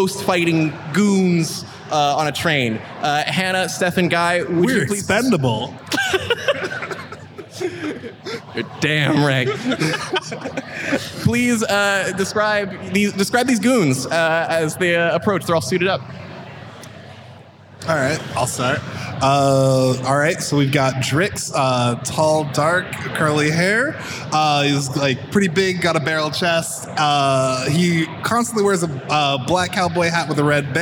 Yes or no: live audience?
yes